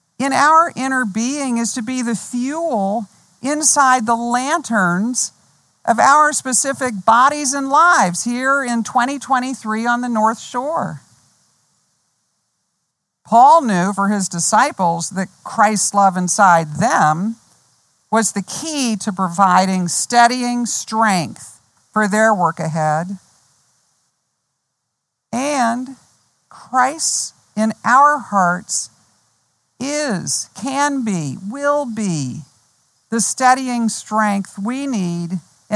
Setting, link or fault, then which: setting, outdoors